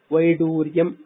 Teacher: प्रादेशिकभाषासु प्रसिद्धः वैढूर्यशब्दः, सः असाधुः। मणिविशेषः वैडूर्यम् इति संस्कृतभाषायाम् अल्पप्राणः वैडूर्यम् इति, वैढूर्यम् इति अशुद्धं, वैडूर्यम् इत्येव शुद्धं रूपम्।